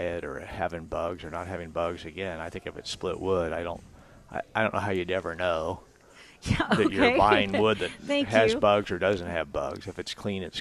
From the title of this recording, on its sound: Live at Prairie Gardens